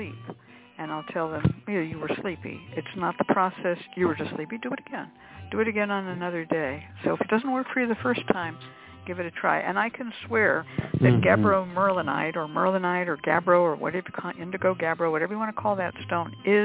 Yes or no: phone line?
yes